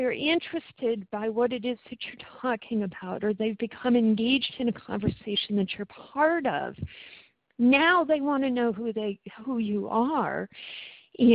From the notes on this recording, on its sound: Since the video recording system was having so many problems, we switched to telephone conferencing for the last two webinar sessions.